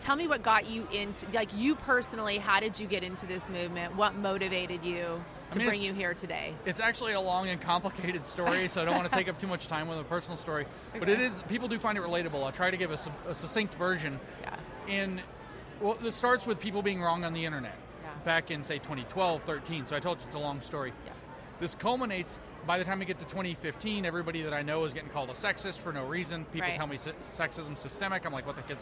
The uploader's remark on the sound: The Unity Project What’s UP? Podcast at AmFest